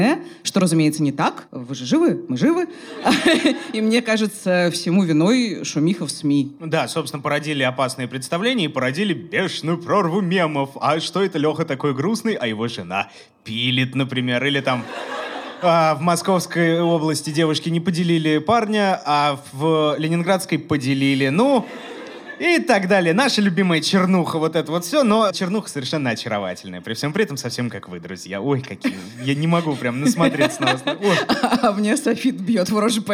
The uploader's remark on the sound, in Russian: Открытая запись. Записали его прямо в сердце северной столицы. Спасибо за помощь в проведении открытой записи подкаст-студии «Две дорожки» и клубу «Ящик».